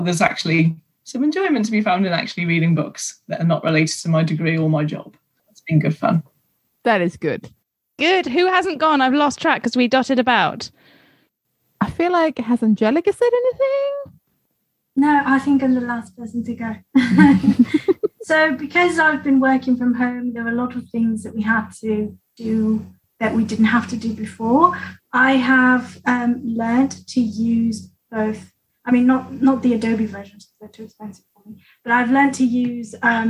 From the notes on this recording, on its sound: We kick off season ten with a Zoom get-together!